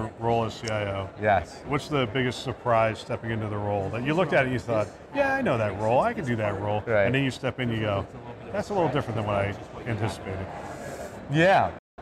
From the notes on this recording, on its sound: Interview in Action live from CHIME’s Fall Forum